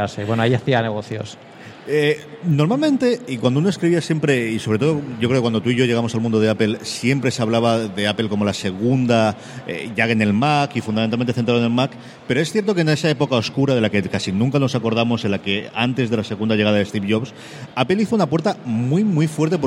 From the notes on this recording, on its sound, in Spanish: Grabado en Directo en la 3ª Edición de VGComic, el Salón del Cómic y Videojuegos de Alicante.